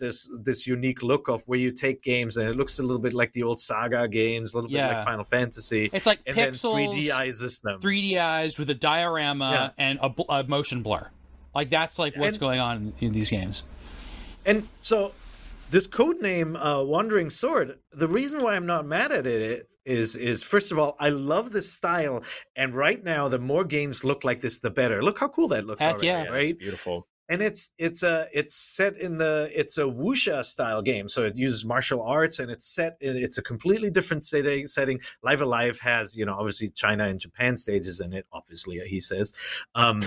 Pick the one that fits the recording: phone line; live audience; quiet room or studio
quiet room or studio